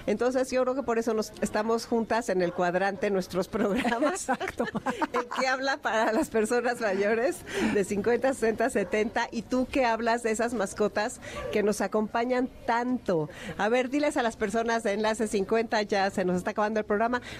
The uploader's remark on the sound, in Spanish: Acompáñanos en nuestra transmisión en vivo desde el Parque Morelos en la Colonia Escandón celebrando el quinto aniversario de Amores de Garra.